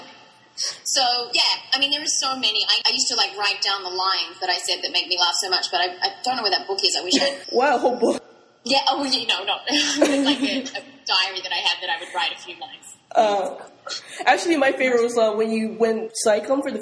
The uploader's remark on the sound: we've tried our best to take away the echoes, but there might be some technical problems with the recording.